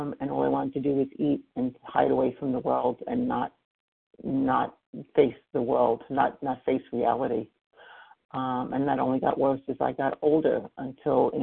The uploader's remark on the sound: 100 Pounders Phone Meeting on 11/23/20